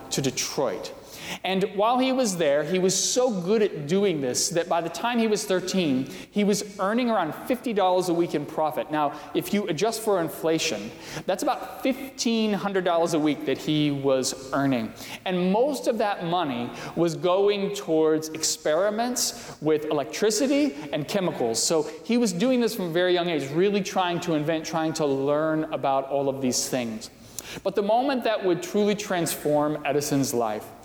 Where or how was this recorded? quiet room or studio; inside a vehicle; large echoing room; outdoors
large echoing room